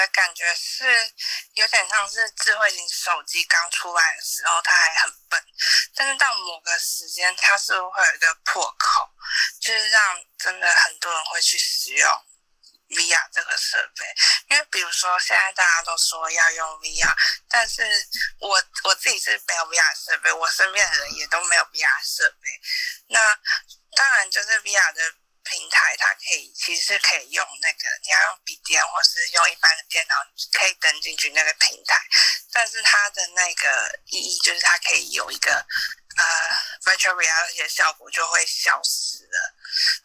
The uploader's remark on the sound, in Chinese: Clubhouse的電話錄音就是悲劇一場。